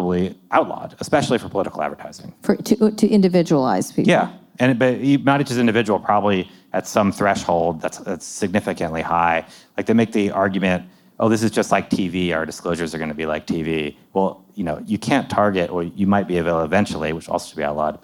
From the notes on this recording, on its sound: live conversation recorded at Made By We in New York City